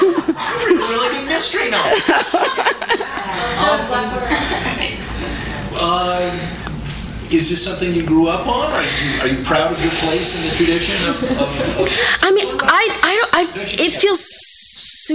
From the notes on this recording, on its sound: THIS EVEN WAS RECORDED LIVE AT SKYLIGHT BOOKS SEPTEMBER 24, 2012.